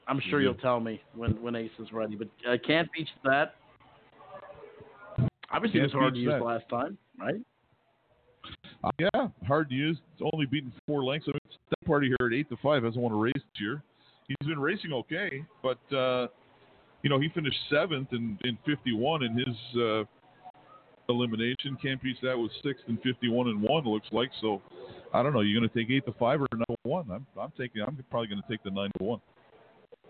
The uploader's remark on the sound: 2019 Breeders Crown Live from Woodbine Mohawk Park.